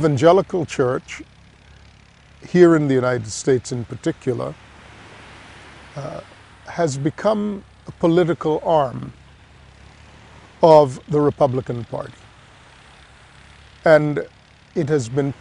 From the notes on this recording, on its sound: We are recording here in Grand Cayman and we are doing that outdoors, so there are many distractions. People will be passing by behind me or you will hear the sound of the surf-you will hear various noises and the like.